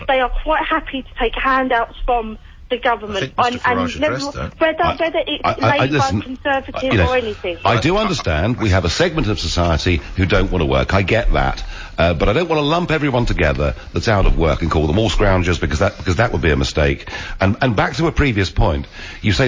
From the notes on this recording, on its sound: takes your calls live from Clacton